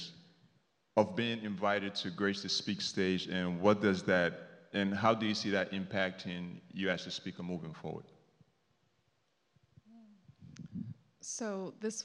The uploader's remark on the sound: Recording of The SPEAK™ Podcast LIVE which took place at our SPEAK: Health pop-up event. Stages that consist of 10 SPEAKers, one microphone and one spotlight.